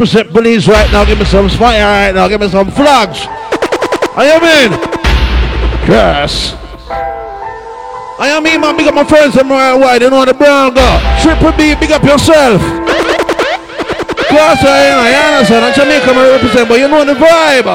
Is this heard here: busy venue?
yes